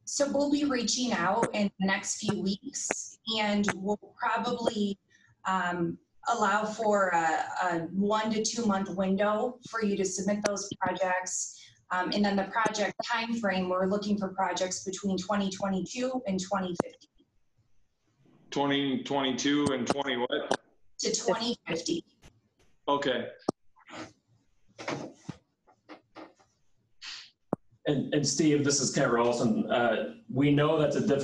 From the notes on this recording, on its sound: Zoom meeting.